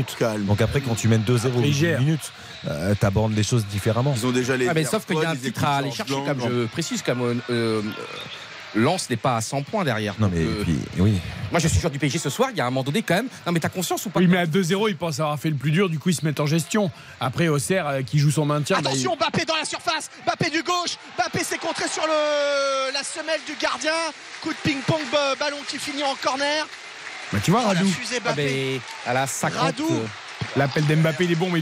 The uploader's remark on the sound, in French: en direct de l'Abbé-Deschamps